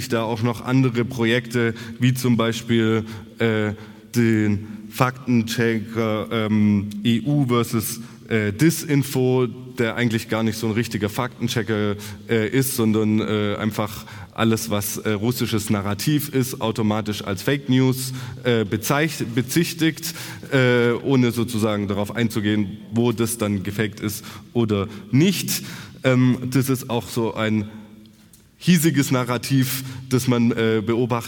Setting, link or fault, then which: setting, live audience